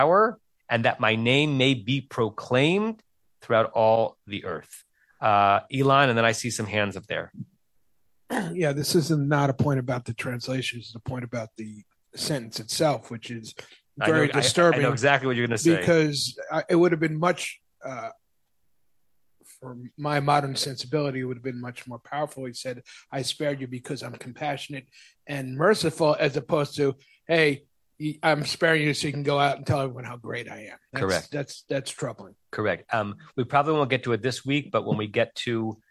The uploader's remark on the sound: At Temple Beth Am, Los Angeles.